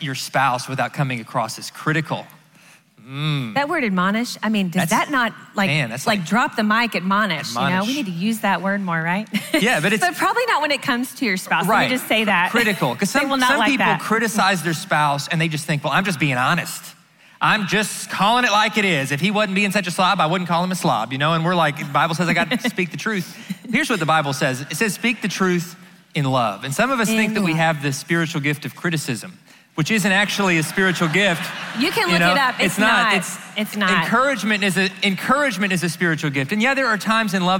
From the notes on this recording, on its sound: answer questions live at the XO Conference 2019